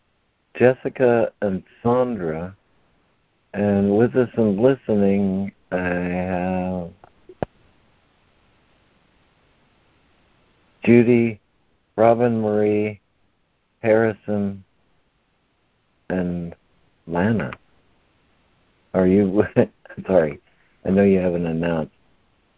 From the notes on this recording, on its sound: ACIM Daily Conference Call.